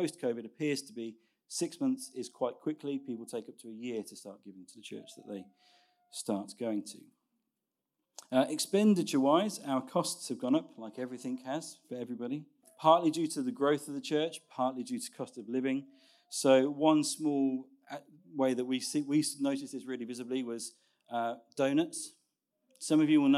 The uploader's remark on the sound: Recorded Sun 17th Sept at Saxon Hall, Raunds.